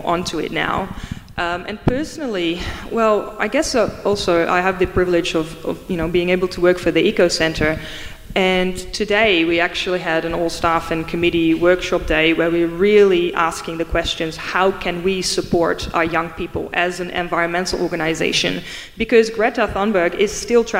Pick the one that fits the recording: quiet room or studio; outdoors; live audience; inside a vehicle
live audience